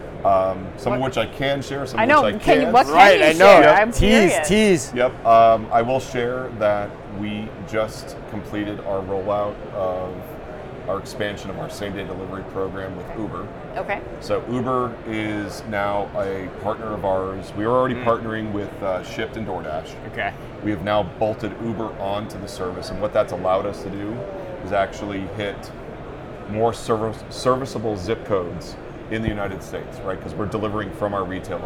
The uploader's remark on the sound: Live From NRF 2024